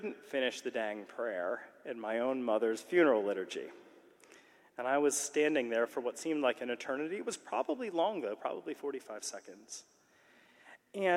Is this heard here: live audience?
yes